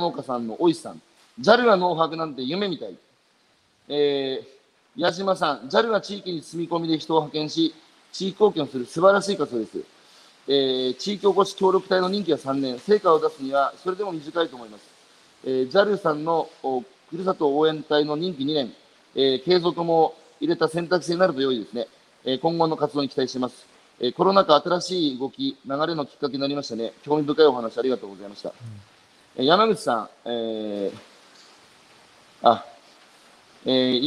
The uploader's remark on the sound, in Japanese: 歩きながら1時間、対談する。